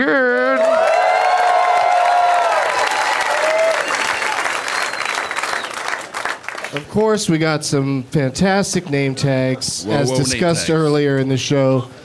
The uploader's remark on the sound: Live from The Improv in Orlando